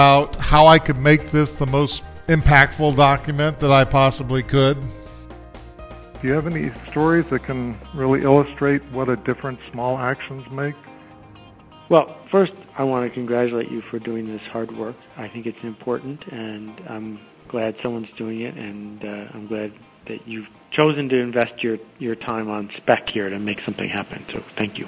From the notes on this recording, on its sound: A phone call